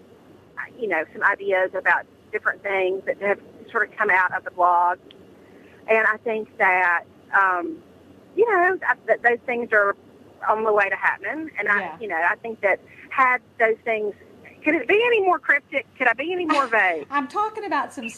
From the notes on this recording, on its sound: Coming to you live from Texas and somewhere on I-65. On a cell phone and sounds like she's participating in a really sub-par radio remote.